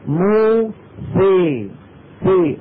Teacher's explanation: فتحة السين فأملناها للكسرة، وأملنا الألف اللي بعد السين إلى الياء · Term: الإمالة